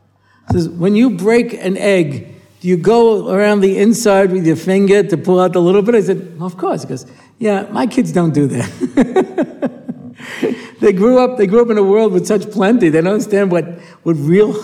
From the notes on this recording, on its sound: recorded at the Motzei Shabbos Har Nof shiur